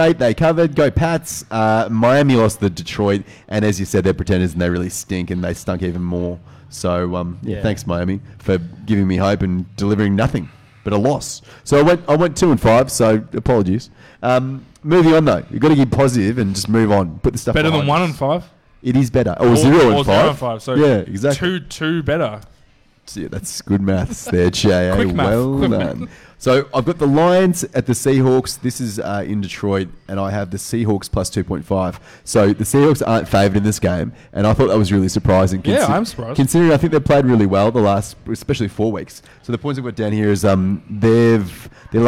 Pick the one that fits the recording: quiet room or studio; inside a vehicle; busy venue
busy venue